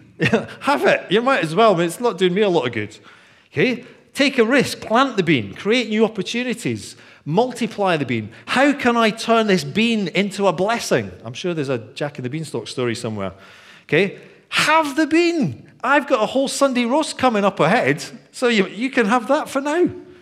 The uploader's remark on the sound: Recorded on 21st February 2016 at our Bournville gathering